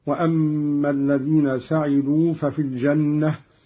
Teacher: قرأ قالون بفتح السين بالبناء للمعلوم هكذا. وأما الذين سعدوا ففي الجنة من سعد اللازم غير المتعدي.